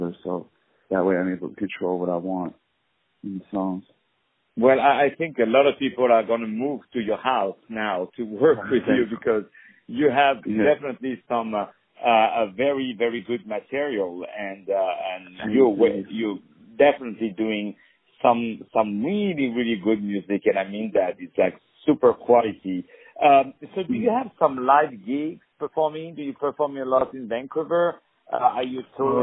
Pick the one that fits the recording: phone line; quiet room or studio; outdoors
phone line